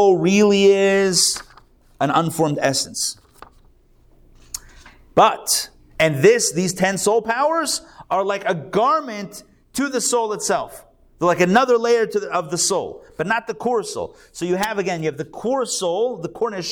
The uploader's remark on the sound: Recorded live at The Torah Center ATL on Sunday, September 3, 2023